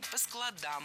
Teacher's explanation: Но если мы говорим, например, о чтении, то читаем по складам, ударяем окончание.